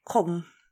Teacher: It's like a little enunciation between the L and the M.